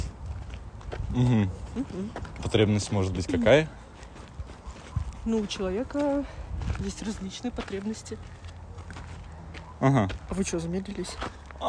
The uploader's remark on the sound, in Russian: Искренняя прогулка со всем шумом окружающих явлений и наших мыслей.